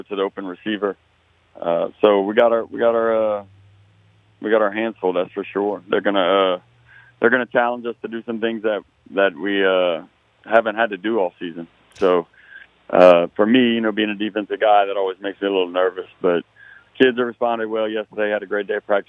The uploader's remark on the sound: In the 3rd segment of the show, we go to the phone lines